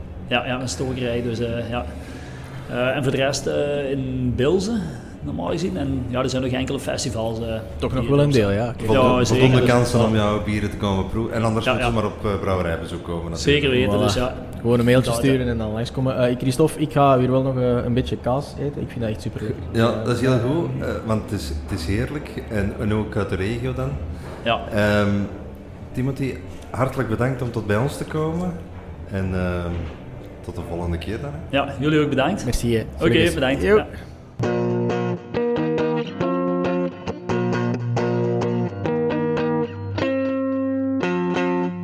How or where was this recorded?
busy venue